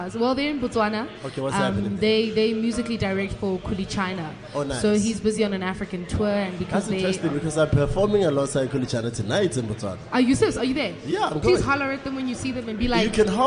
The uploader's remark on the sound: comes to you from the Apple iStore in Sandton to celebrate the launch of the #CliffCentralApp.